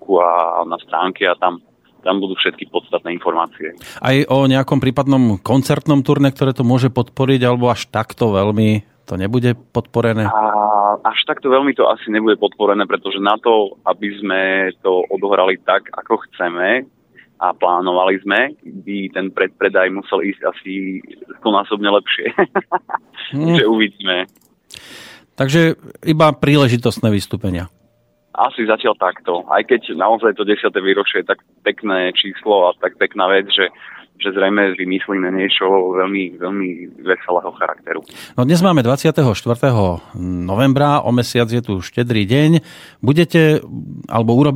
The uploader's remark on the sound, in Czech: telefonický rozhovor